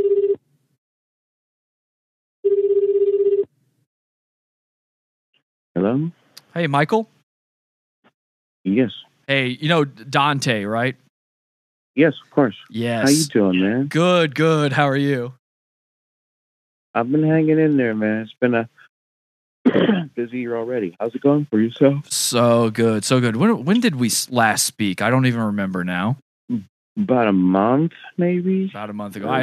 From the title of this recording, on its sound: Phone Call